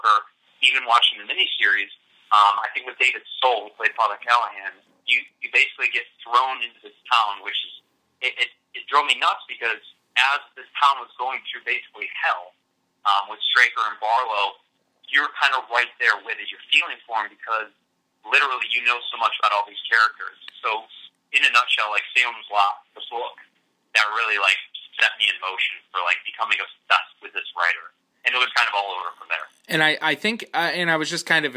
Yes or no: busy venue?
no